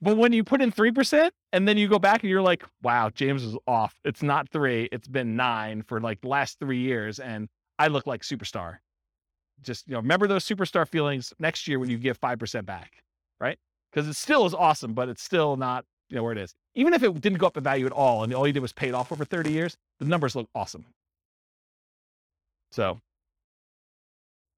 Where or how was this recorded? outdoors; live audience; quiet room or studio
live audience